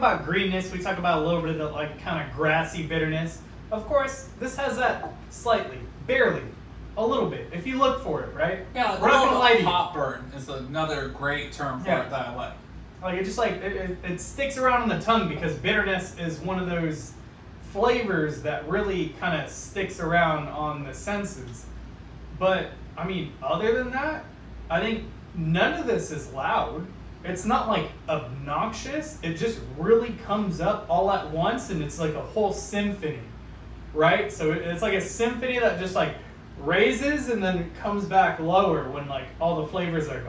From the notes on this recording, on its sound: We apologize for the audio on this episode, we had a technical issue where the microphone audio was corrupted and had to use the phone audio.